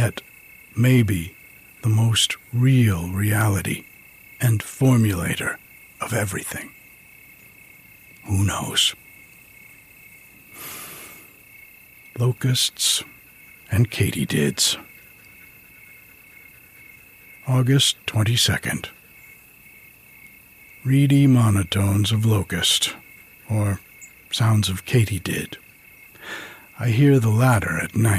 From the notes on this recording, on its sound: Recorded outside on a summer evening. It's been very hot and smoky here on the mountain.